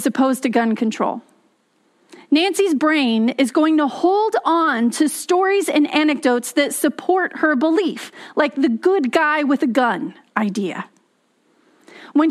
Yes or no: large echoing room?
yes